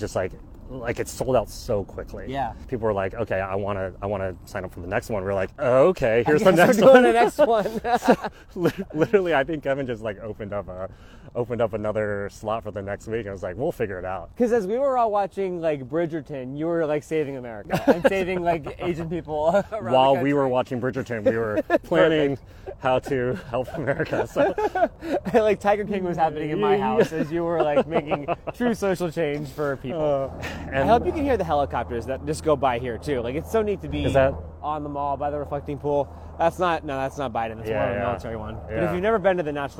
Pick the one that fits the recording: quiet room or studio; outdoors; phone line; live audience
outdoors